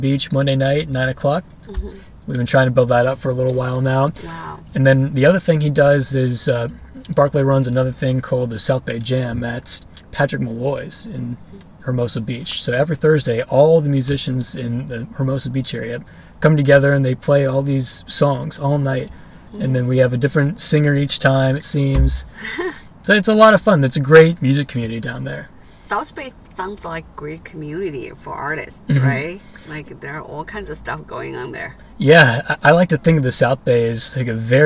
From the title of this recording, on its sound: In The Car